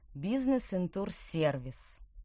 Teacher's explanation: В многословных понятиях выделяется последнее слово.